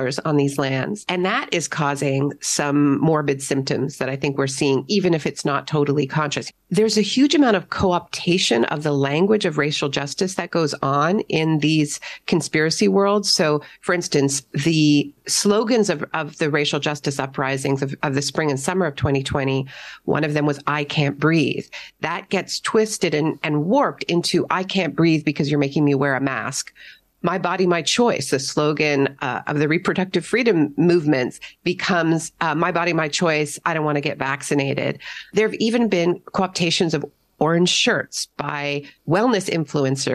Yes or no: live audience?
no